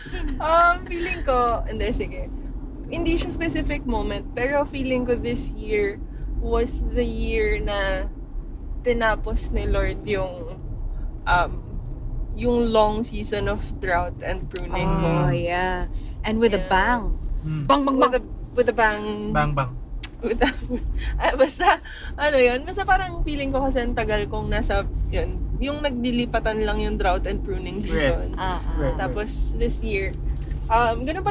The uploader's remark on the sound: it’s our first time to record inside the car - roadtrip style!